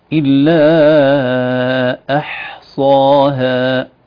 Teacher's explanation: الصاد مفخمة وبعدها مدها مفخم معها ثم الهاء بعد ذلك مرققة